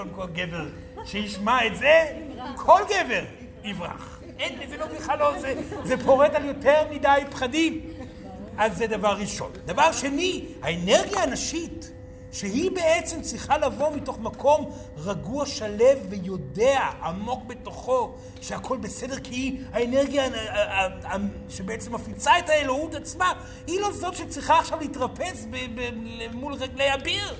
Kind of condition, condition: setting, live audience